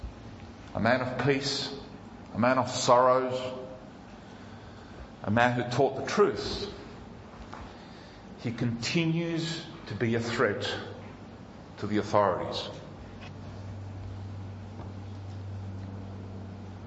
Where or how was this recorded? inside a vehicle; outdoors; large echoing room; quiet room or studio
large echoing room